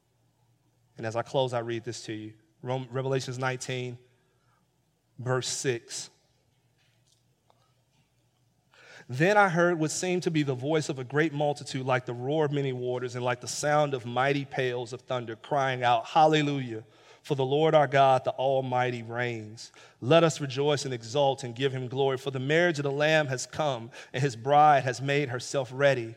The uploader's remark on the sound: sermons preached at City Light Church in Vicksburg, MS